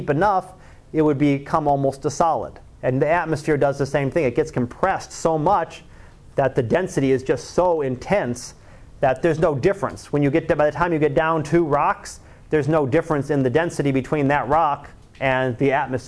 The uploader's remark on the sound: Live Class Lecture